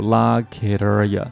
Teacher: locket 结尾的这个位置呢又出现了一个 tsound，locket，所以说它会和后面的这个 aria 再次进行连读，locket aria，所以说这句话里会出现连续的两个 flapt，那对我们舌尖的这个力量要求是比较高的。如果读这个音读得还不够准，舌尖的力量还不足的话，那么连续的两个 flap t 会导致一般来说第一个可能还不会偏离的太多，等到第二个的时